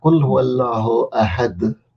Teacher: the dal has like a khalqala on it